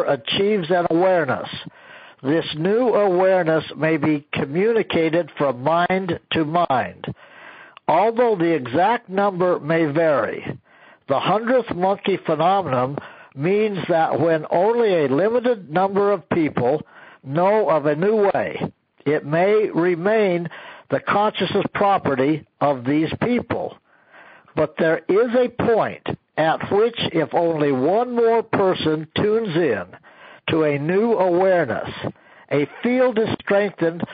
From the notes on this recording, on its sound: an archive of weekly conference calls